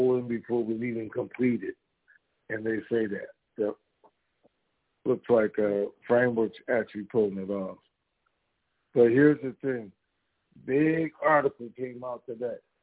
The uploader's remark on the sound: TNTSuperfantastic Conference Call